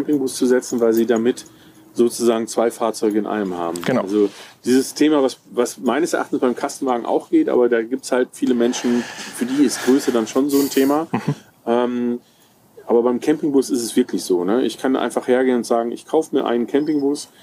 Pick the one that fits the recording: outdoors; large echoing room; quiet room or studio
outdoors